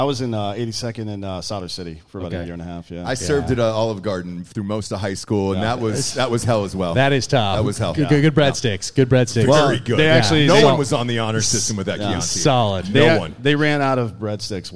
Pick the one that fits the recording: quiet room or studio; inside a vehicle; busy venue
busy venue